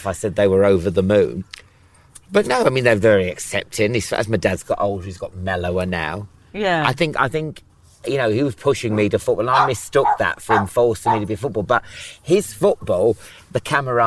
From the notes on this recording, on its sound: a ramble on Hampstead Heath